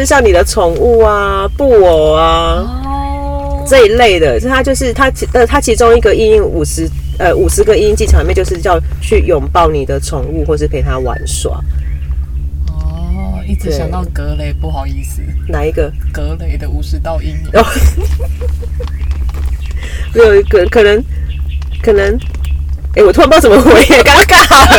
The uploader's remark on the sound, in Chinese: 是坐在車子裡錄音，因此除了蟲鳴鳥叫和經過的機車聲之外，也還有車子內皮革的聲音，錄音品質不佳，還請聽眾朋友多多見諒。